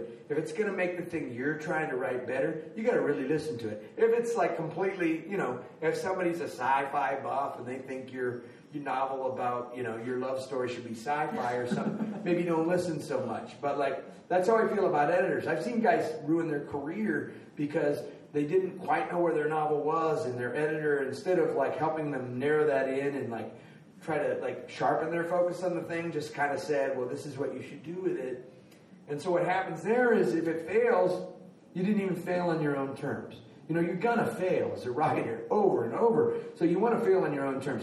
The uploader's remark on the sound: Joins us for our last live show from Boise’s Storyfort literary festival.